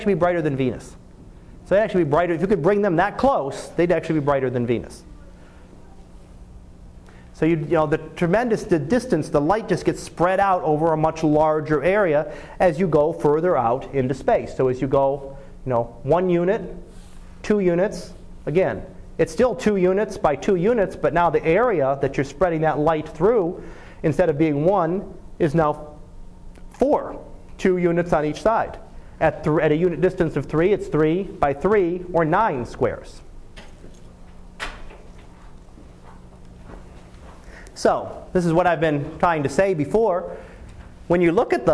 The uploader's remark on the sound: Live Class Lecture